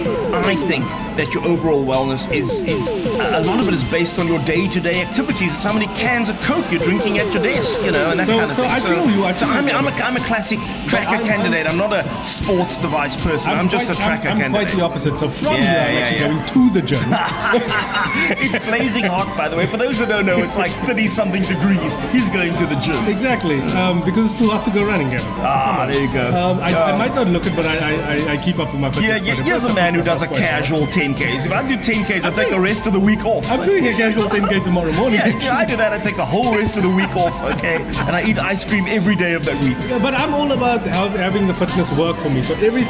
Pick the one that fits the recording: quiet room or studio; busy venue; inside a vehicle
busy venue